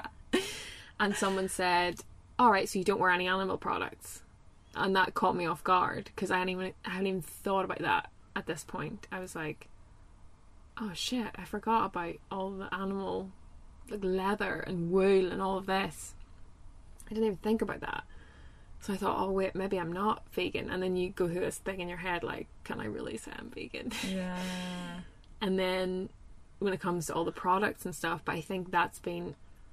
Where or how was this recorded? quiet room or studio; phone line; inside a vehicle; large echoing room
inside a vehicle